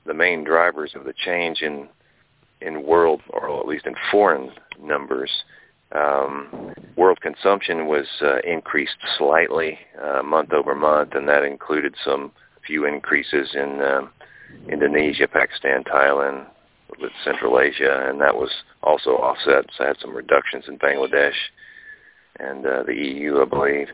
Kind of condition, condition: link, phone line